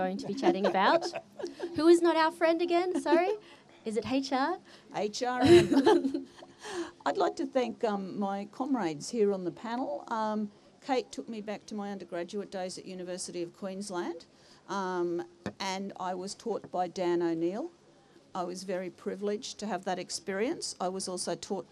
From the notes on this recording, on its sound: We bring you the second of two episodes recorded at the teach-in held during the October strike.